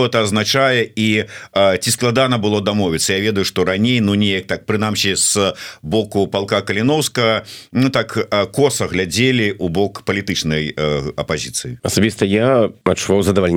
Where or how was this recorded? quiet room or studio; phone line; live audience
quiet room or studio